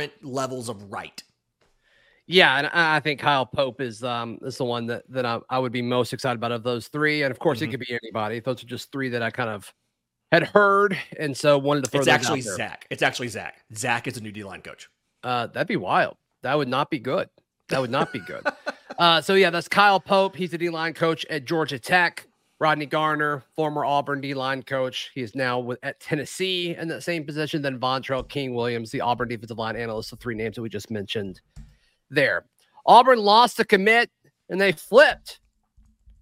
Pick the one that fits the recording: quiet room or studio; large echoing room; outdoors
quiet room or studio